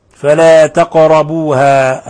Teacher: القاف ساكنة تقلقل